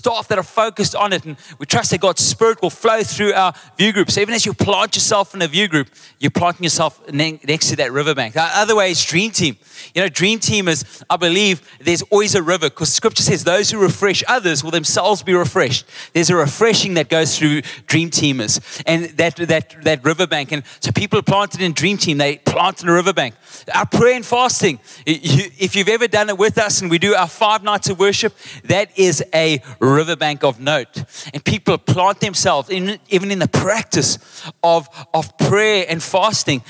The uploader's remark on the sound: Table View. Recorded live on Sunday the 5th of November 2023.